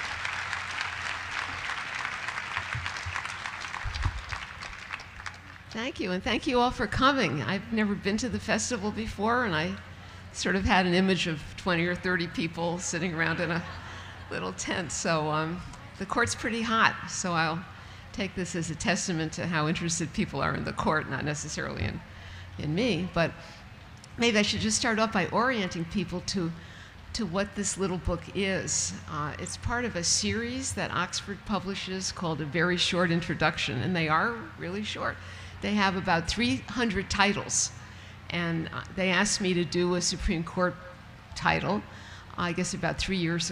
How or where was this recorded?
live audience